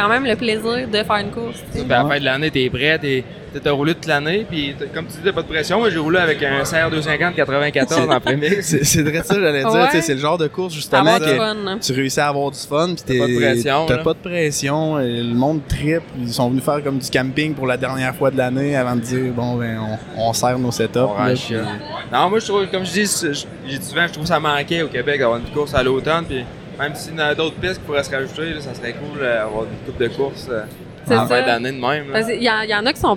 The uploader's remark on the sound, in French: Catch up LIVE de l'ExpoMoto Québec 2024. Une petite discussion à chaud en direct du Salon de la moto de Québec.